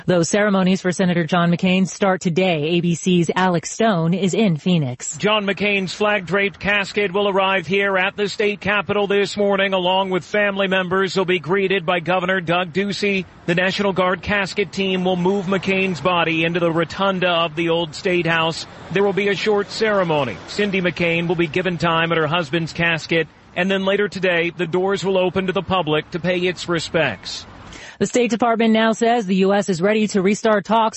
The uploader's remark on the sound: Live from Shula's Steakhouse